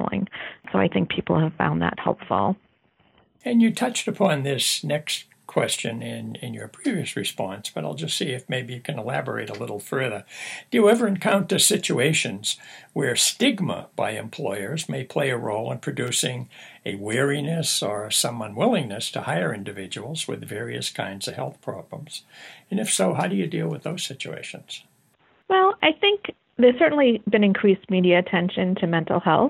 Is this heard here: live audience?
no